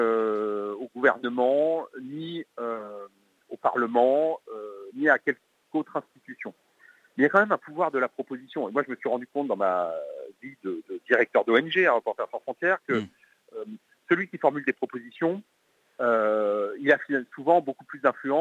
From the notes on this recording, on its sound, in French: sera au téléphone avec nous pour en parler